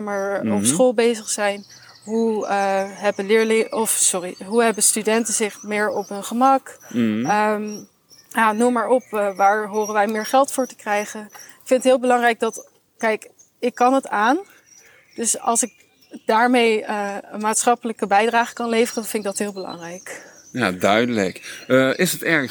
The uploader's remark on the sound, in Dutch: Tijdens een inspirerende wandeling door de historische en mooie stad Leiden. Onze allereerste Bouw Vakidioten Walking Podcast is dus een feit! We staan stil bij een aantal prachtige historische bezienswaardigheden zoals de Rembrandtplaats, het instituut voor de Nederlandse taal en het academiegebouw van de Universiteit vlakbij de Hortus botanicus.